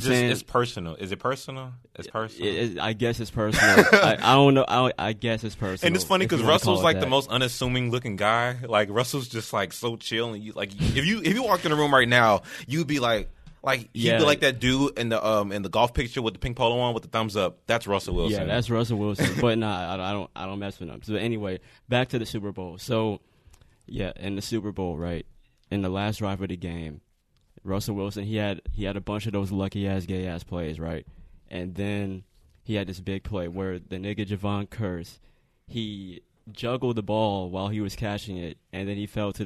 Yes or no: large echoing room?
no